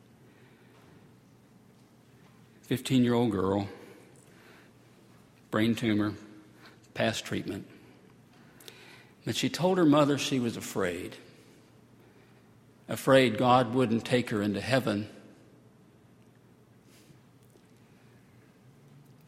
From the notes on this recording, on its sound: at Highland Baptist Church